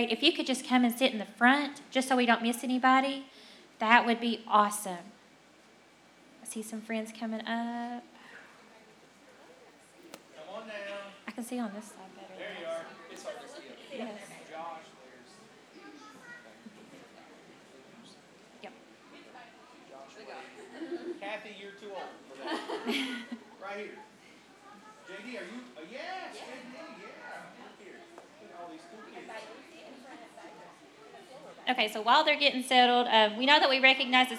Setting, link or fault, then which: setting, large echoing room